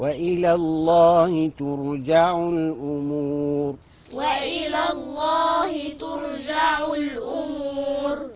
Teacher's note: طب الراء في ترجع هتفخم، والراء في الامور هتفخم